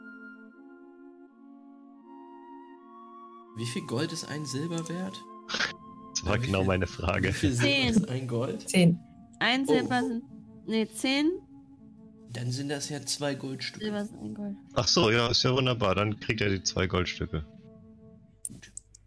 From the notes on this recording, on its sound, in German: (… entschuldigt sich für sein schwaches Stimmchen, das nervige Rauschen und gelobt Besserung).